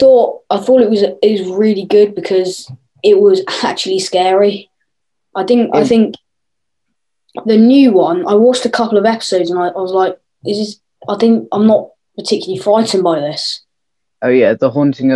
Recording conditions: video call